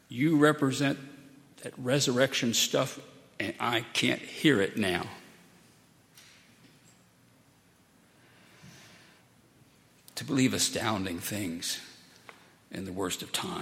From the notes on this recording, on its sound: at Highland Baptist Church